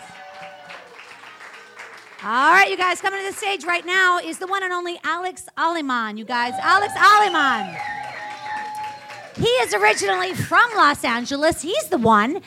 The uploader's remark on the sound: Story Smash The Storytelling Gameshow at the Lyric Hyperion Theater. Expert judges comment. The audience laughs.